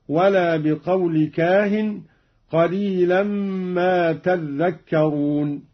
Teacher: قرأ قالون بتشديد الذال